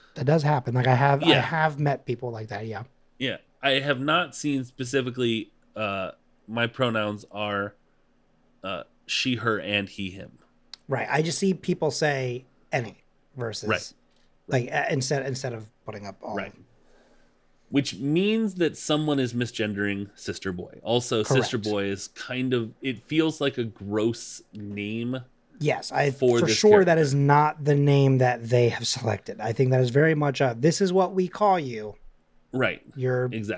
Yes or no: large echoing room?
no